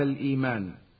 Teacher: والهمزة بعد اللام من كلمة بالإيمان مدها بمقدار حركتين لحفص، ويسمى مد البدل